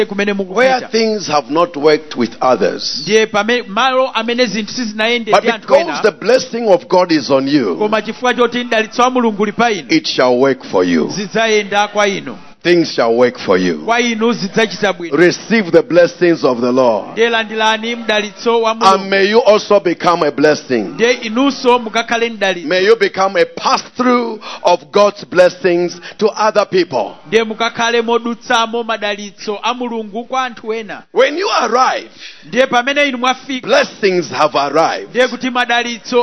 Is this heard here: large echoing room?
yes